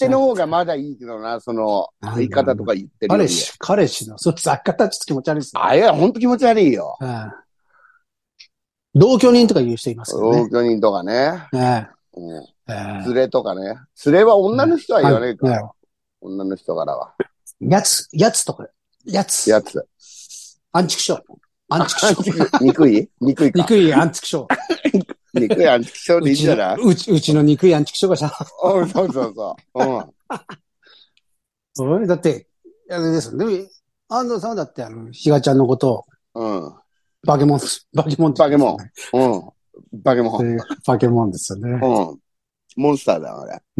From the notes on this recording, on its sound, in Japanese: ZOOMで収録